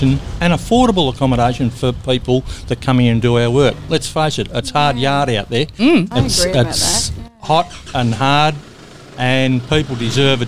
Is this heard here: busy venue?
yes